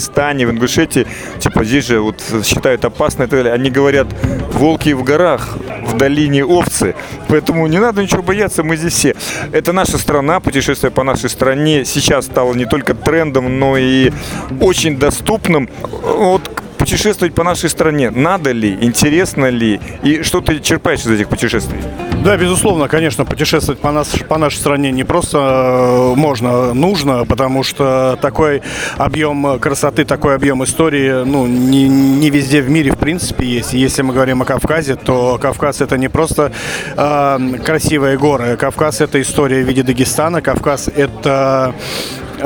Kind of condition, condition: setting, busy venue